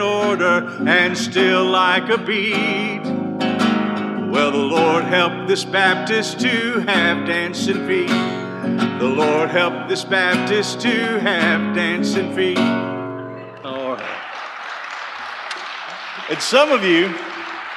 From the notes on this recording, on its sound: This podcast was recorded live at FBC Hendersonville, NC during the Wednesday night Bible study.